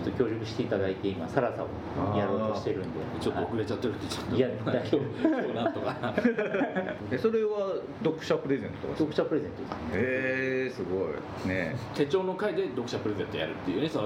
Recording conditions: background noise